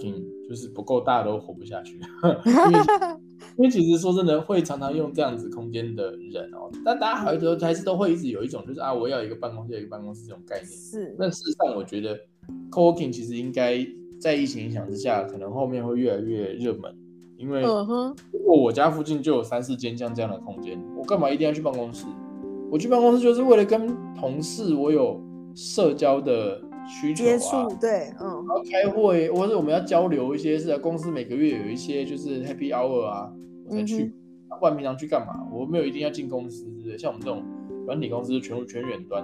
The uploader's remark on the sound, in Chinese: 因為第一次嘗試遠端兩人的錄製導致器材有一些音訊干擾